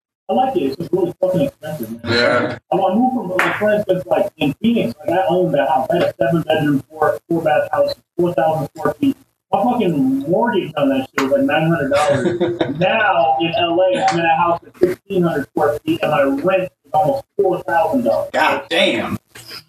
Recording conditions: poor sound quality